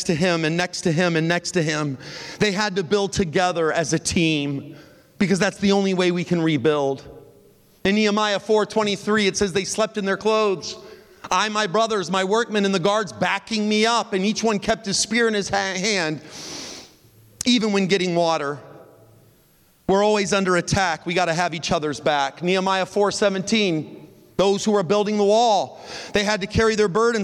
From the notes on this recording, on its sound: This content is from the Tuesday morning main session at the 2023 Propel Conference